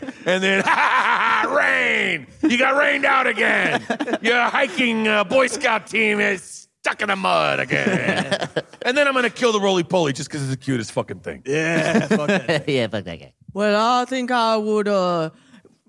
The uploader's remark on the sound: Live from SF Sketchfest. Our first live show!